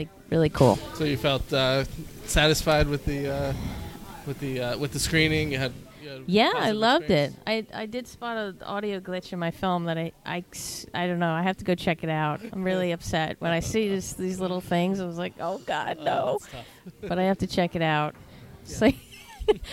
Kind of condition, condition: setting, busy venue